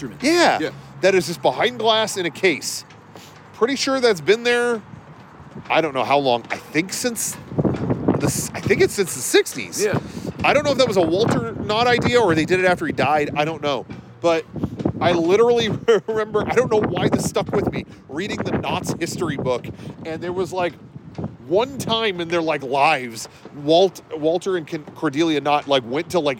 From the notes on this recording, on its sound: This time, we're outside the gates. Knott's Berry Farm's perfect replica of Independence Hall that isn't even inside the park.